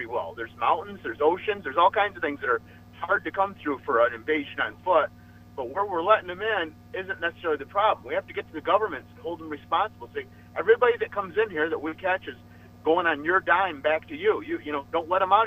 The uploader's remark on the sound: called from Nevada